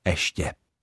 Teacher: Ale přesto je patrná určitá snaha nás Čechů si trochu tu výslovnost usnadnit a hlásku j vypustit, když to jde. Tak třeba slovo ještě vyslovujeme velmi pravidelně bez počátečního j, totiž jako ještě.